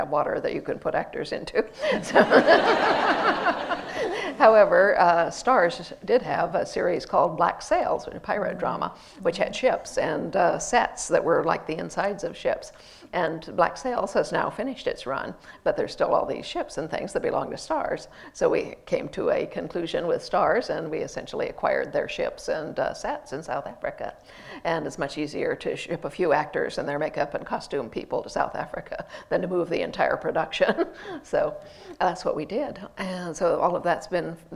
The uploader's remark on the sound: in conversation at the National Museum of Scotland